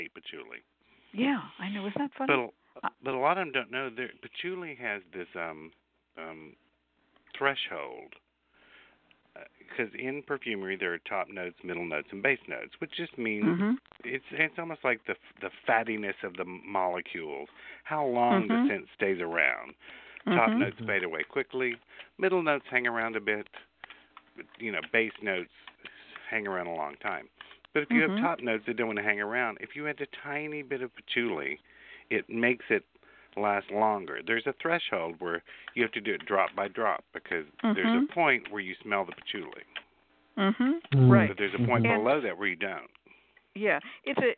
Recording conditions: phone line